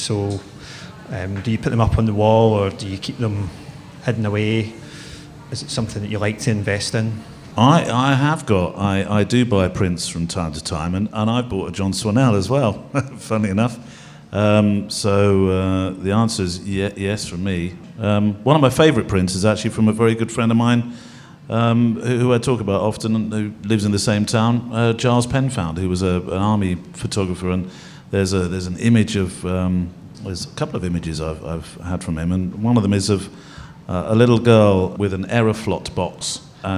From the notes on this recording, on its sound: We're BACK ON THE ROAD at Fujifilm's House of Photography in London's Covent Garden with a live studio audience.